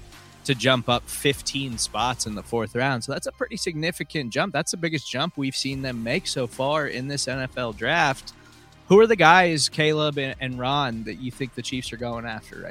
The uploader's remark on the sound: Live from the NFL Draft Day 3.